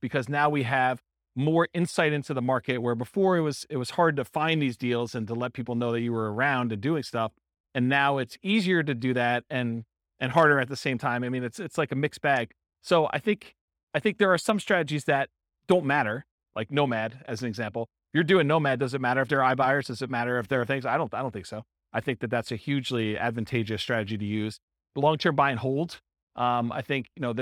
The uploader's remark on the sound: This was a live class recorded